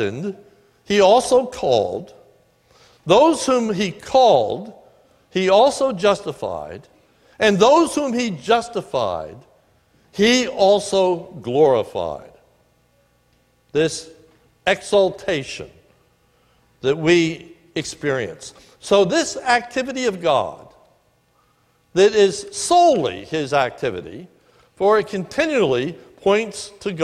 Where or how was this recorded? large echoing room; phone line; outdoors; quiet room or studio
large echoing room